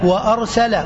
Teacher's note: السين هذا الحرف السهل الذي فيه هذا الصفير